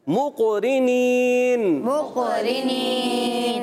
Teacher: كنا له مقرنين مقرنين قاف میں کلکلا کریں گے مقرنين مقرنين یہ قاف موٹا بھی رکھنا ہے کلکلا بھی کرنا ہے